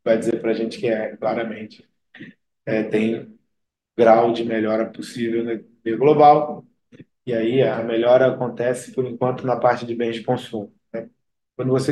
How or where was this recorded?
video call